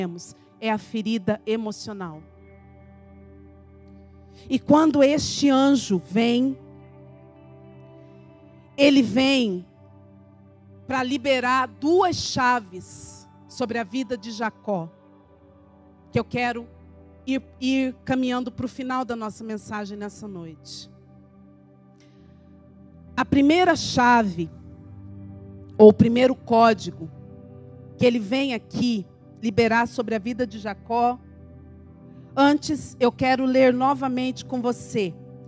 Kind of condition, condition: setting, large echoing room